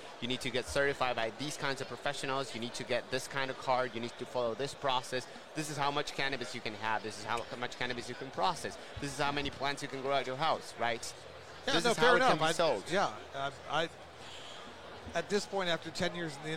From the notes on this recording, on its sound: LIVE at MJ Biz Con 2022